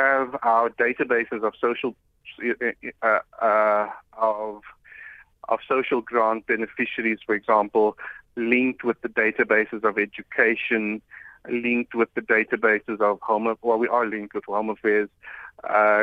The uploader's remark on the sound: we are joined on the line